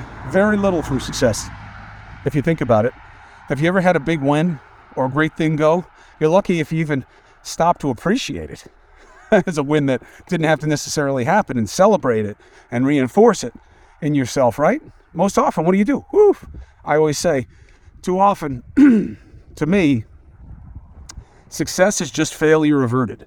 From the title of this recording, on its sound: Walk and Talk